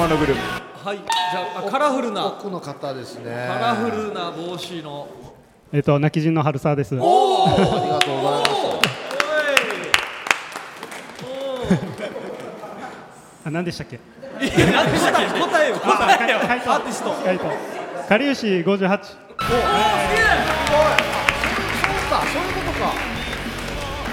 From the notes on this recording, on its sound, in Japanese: 最終回は最初で最後の公開収録。たくさんのリスナーの皆様にお越しいただきました。